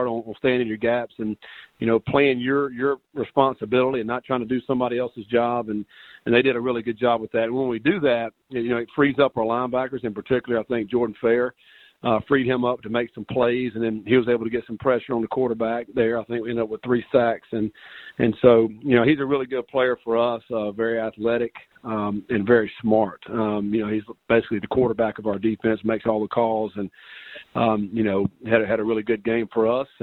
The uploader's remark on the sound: Sun Belt media teleconference